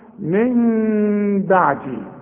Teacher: اقلاب هنقلب النون الى ميم، ونخفيها بالشفايف اخفاء مع الغنة، واسمع نطقها من بعدي، ما اقولش من بعدي واقولها نون، ولا اقولها ميم خالصة واقول من بعدي، يحصل انفراد في الشفايف.